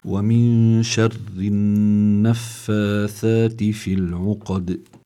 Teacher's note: النون ساكن أتى بعدها شين، بيكون النون هون في حالة الإخفاء يعني مع الغنة كذلك. الراء هون مكسورة كما ذكرنا آنفا، كمان بتكون في حالة الترقيق مطلقا.